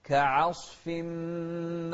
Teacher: شوف العين مرققة وبعدها الصاد مفخمة